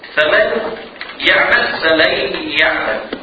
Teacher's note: الياء المدغم فيها غير مشوبة بالغنة · Term: الإدغام